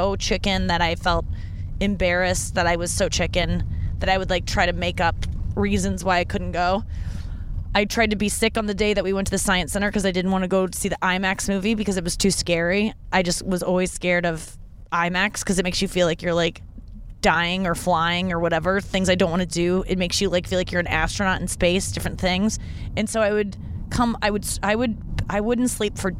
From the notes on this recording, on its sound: in the car